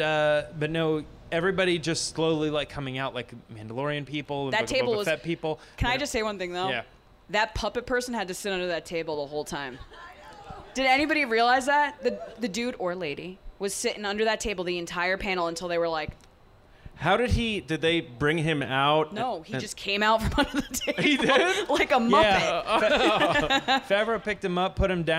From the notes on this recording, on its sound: TRB Live Podcast Event. TRB held a live podcast event during Star Wars Celebration. We also did a live crowd-participation version of our segments.